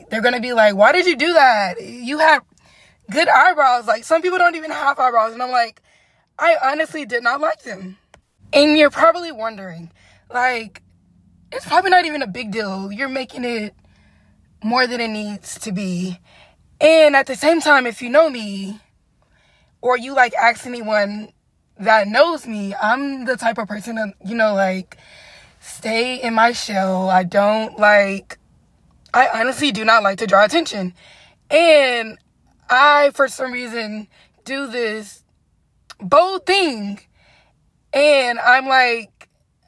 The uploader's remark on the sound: I sat in my car at 1:00 am recording an episode